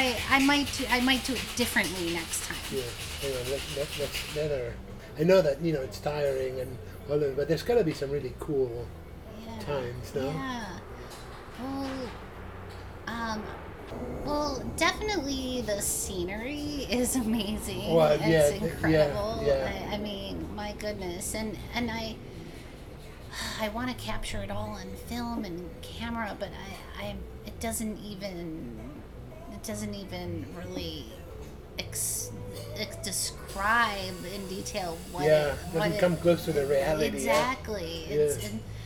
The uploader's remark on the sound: Not surprisingly the Fleet Week event in San Francisco created a few distractions as we were recording the podcast. Not surprisingly the Fleet Week event in San Francisco created a few distractions as we were recording the podcast.